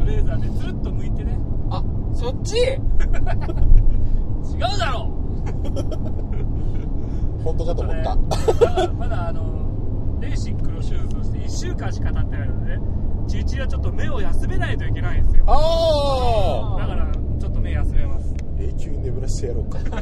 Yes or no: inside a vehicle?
yes